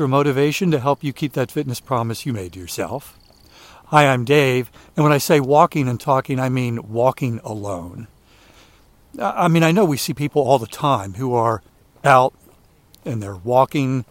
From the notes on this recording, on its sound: During today's ten-minute walk